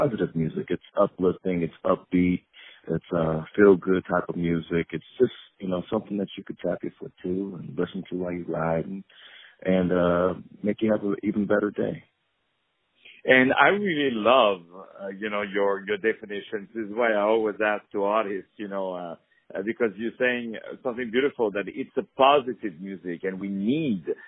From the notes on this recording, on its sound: On the phone